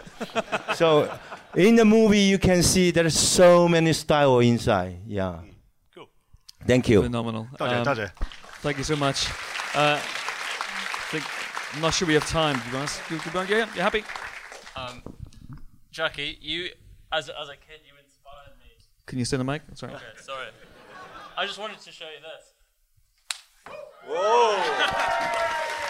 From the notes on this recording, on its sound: A special screening and Q&A at London's very own Prince Charles Cinema. Here is the recording of the interview portion of the evening.